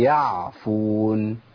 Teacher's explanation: اذا جاي بعديها حرف من حروف الهمس، خد بالك عشان ما تصبغهاش بصبغه الهمس وتبقى حاء. ما قلش يحفون.